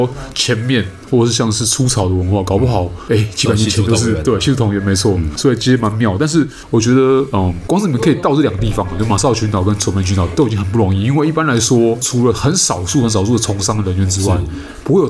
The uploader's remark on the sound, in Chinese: 本集白噪音指數：微風級 2/5。錄音地點： 黝脈咖啡。